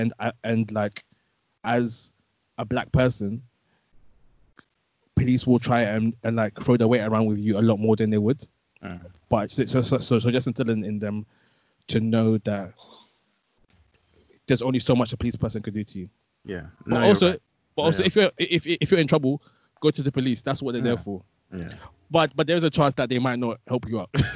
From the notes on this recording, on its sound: We're still recording remotely as we're all observing lockdown